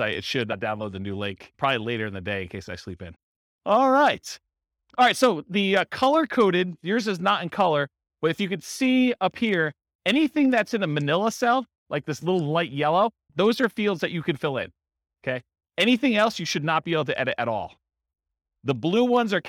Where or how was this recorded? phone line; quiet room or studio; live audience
live audience